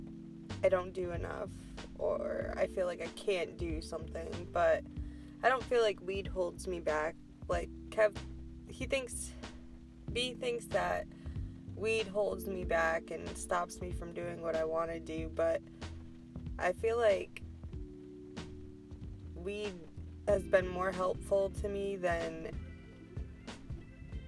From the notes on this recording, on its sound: Smokin a bowl in my car.